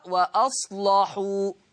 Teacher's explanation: حكم اللام التغليظ قولا واحدة، والسبب لأنها مفتوحة ومسبوقة بصاد ساكن، ومسبوقة خلاص أو وقبلها صاد ساكن.